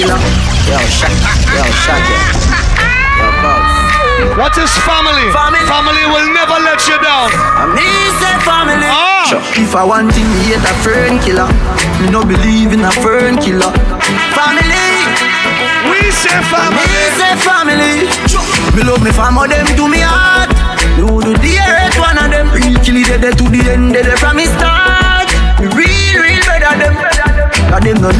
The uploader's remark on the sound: Live From Koko King's Easter Weekend. Live In Concert.